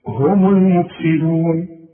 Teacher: في بقى ناس تقول ايه هم المفسدون، هم هم المفسدون، لا النون مضمومة عند الوصل، إذا وقفت سكنها